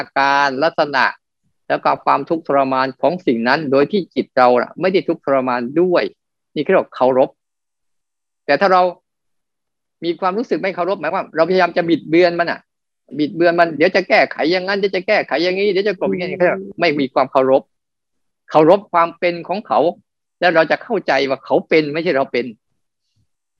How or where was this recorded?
video call